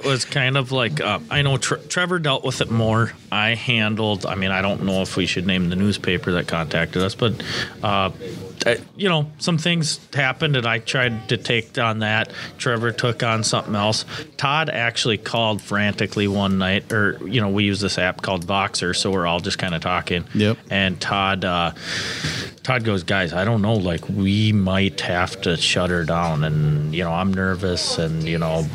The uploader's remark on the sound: We our on location with the board members for the West Metro Coyote Tournament